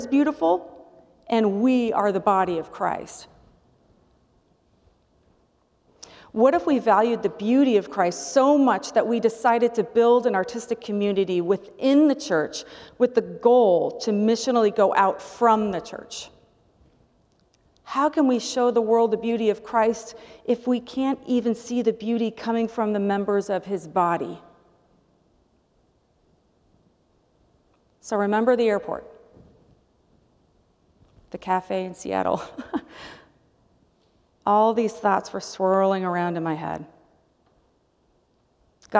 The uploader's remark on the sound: presented by Asbury Seminary Kentucky Chapel, recorded on Wednesday, March 22, 2023 at Asbury Theological Seminary's Kentucky campus